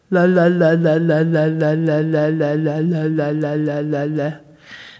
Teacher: It is a gross L. We don't have tongue tip elevation to the palate. We simply have the tongue pushing forward and being held in a stationary position